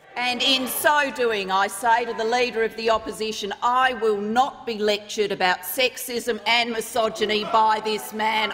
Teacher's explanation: She has a high register. She has a very nasal tone into her voice.